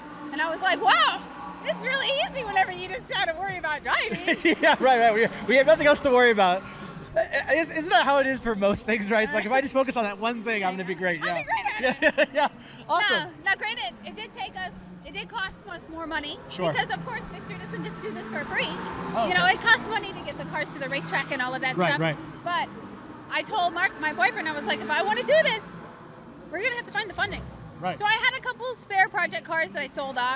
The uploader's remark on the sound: comes to you "live" From the GT Challenge Sonoma Raceway